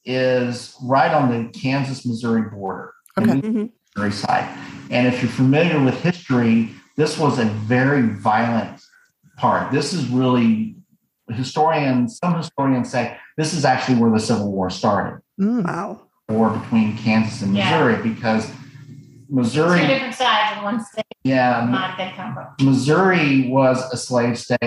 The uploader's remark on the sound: The sound was a little challenging. Zoom is fucked up in that when someone speaks it mutes everyone else, and we were on a slight delay so we didn’t even know when we were talking over each other.